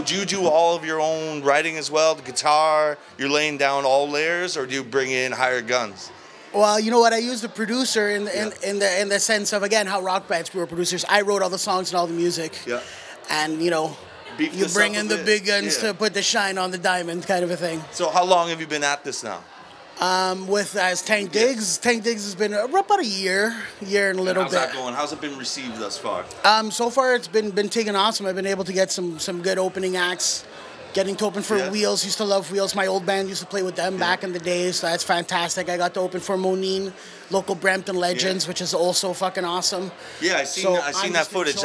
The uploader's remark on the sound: This Exclusive interview is from WedStock in Brampton,.